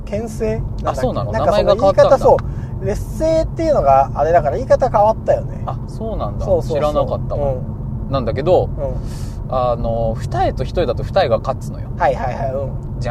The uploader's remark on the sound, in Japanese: 実験回 新機材で夜の街に繰り出そう(音質修正版)。